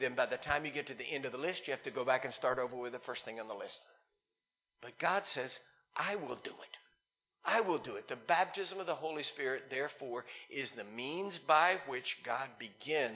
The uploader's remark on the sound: Recorded live in Liberty Church in 2019.